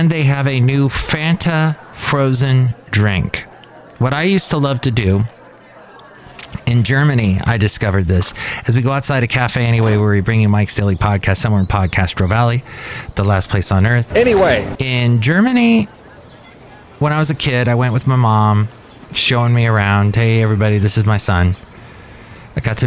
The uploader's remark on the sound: podcasts live from Café Anyway